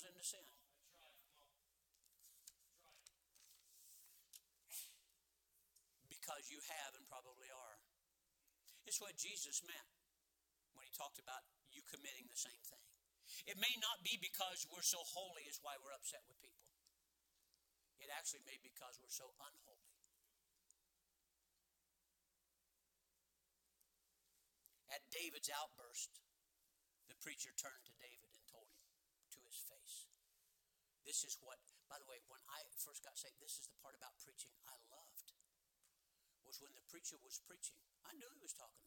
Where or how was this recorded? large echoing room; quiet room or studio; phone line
large echoing room